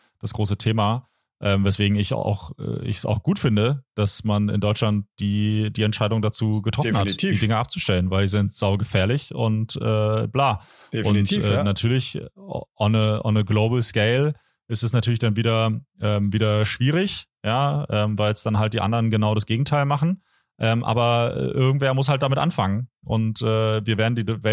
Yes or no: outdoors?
no